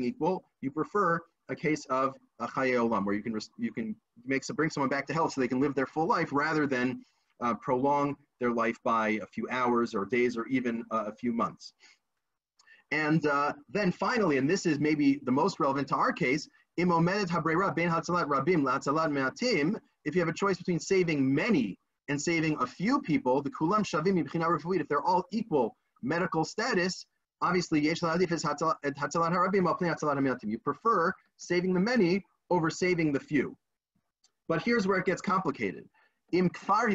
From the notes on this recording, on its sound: This audio was originally captured from Zoom